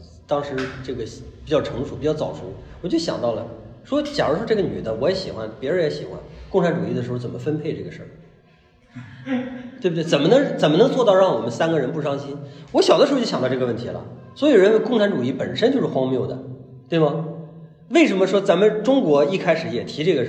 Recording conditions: live audience